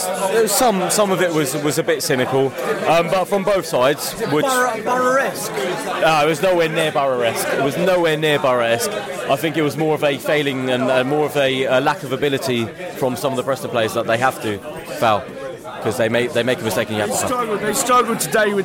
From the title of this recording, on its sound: post -match podcast from the pub